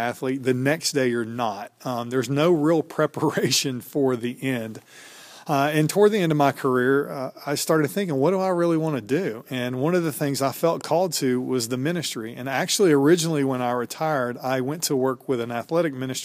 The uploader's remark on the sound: Live from a Sigma Phi Epsilon national conference